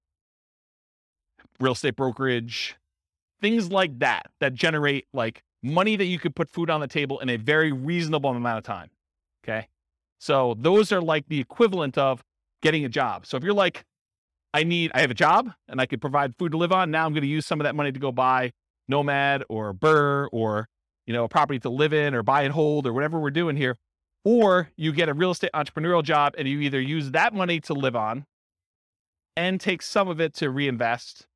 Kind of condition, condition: setting, live audience